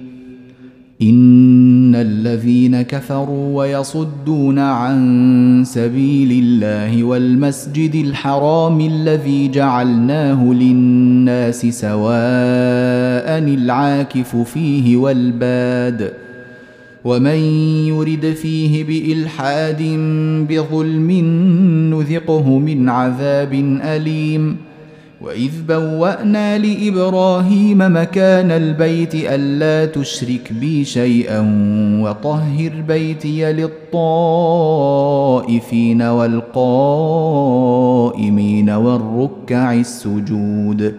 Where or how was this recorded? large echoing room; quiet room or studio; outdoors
large echoing room